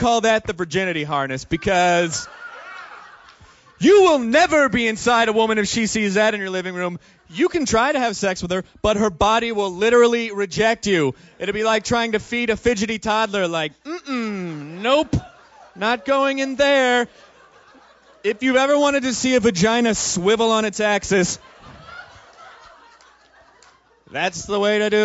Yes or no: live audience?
yes